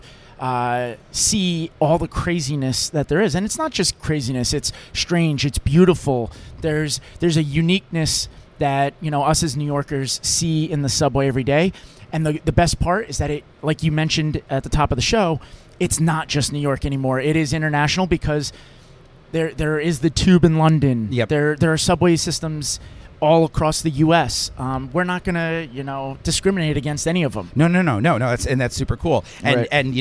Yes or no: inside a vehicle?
yes